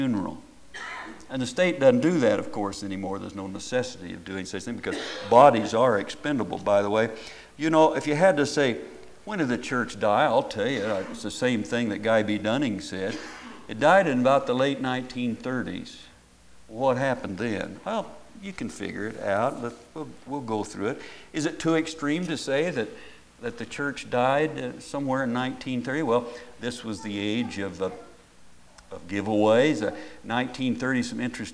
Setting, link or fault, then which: setting, large echoing room